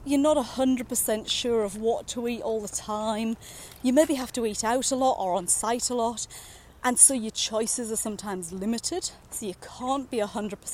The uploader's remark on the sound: Recorded during daily walks.